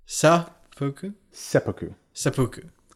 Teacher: stress is on the first syllable